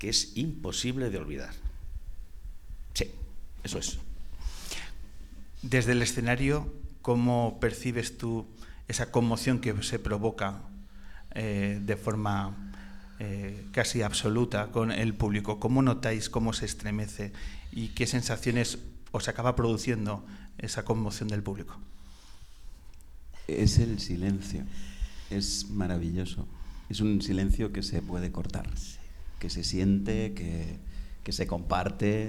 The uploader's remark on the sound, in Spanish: La grabación de esta edición especial que hemos realizado desde el teatro más antiguo de La Rioja, en plena Sierra de la Demanda, en el pueblo de Canales de la Sierra. Un lugar lleno de historia y magia donde sobre su escenario hemos grabado.